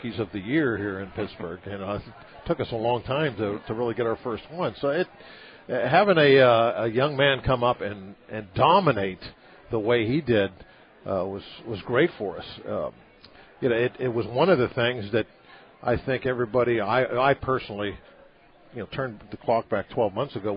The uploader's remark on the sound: LIVE from PiratesFest Saturday morning at PNC Park